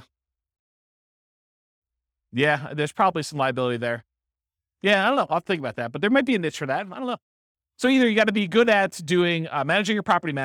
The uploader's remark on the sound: This was a live class recorded